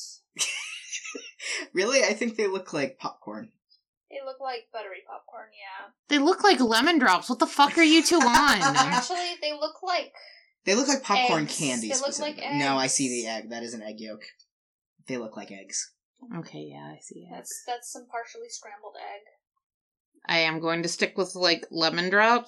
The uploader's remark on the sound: In which the audio quality varies wildly.